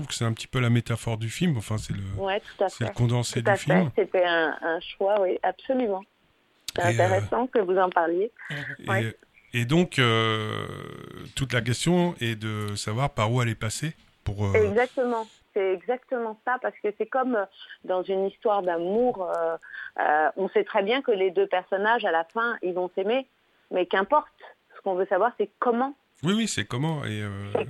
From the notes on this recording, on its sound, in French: par insert téléphonique